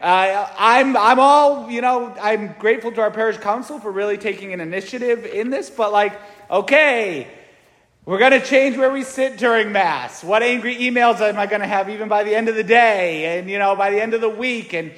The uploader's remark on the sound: St Francis Catholic parish homily